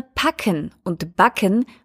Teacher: Zum Beispiel sogenannte Plosive, also die Laute P und B. In der österreichischen Aussprache ist beides relativ ähnlich, so dass die Wörter packen und backen fast gleich klingen.